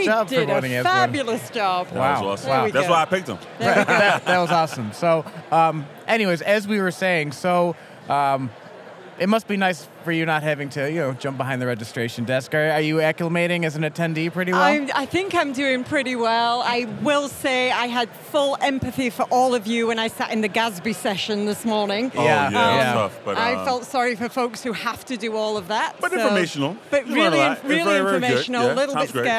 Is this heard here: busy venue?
yes